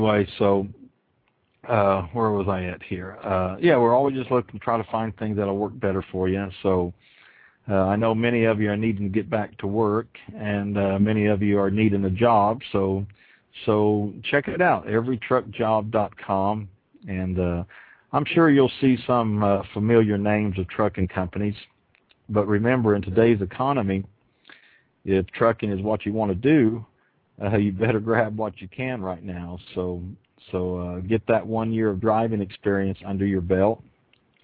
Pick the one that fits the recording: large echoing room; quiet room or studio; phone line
phone line